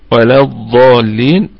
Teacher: الضاد هنا في اعلى درجات التفخيم لانها مفتوحة وبعدها الف